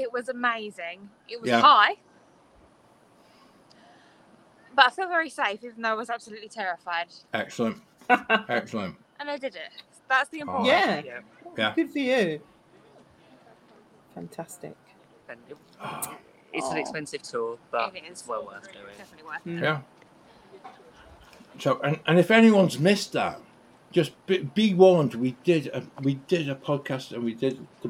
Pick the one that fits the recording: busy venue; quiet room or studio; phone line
busy venue